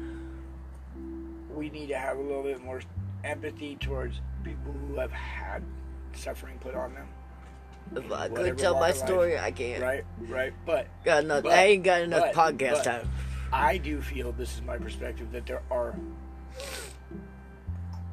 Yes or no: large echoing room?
no